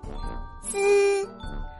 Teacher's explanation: 滋是平舌音，发音的时候舌头是平平的，舌尖抵住下面牙齿的齿背。